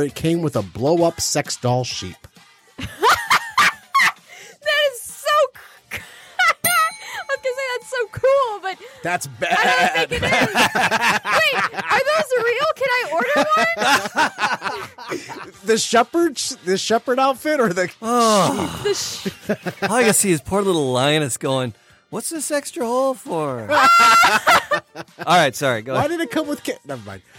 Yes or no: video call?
no